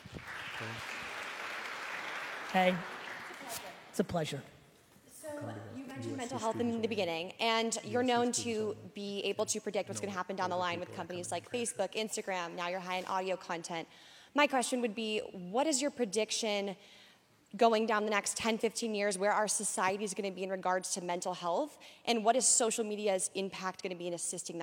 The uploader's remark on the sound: 2019 Keynote at USC. I was so excited and humbled that so many of the USC community came out to hear me speak.